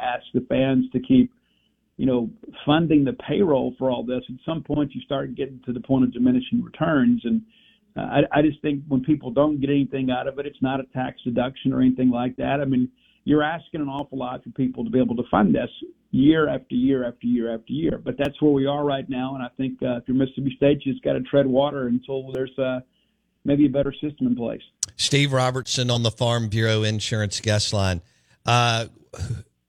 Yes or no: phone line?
yes